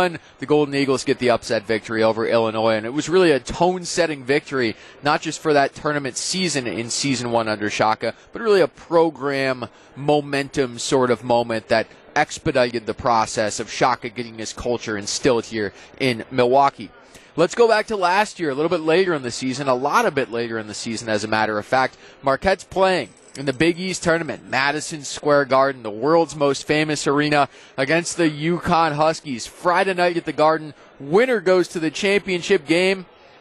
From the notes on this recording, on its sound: LIVE from Fiserv Forum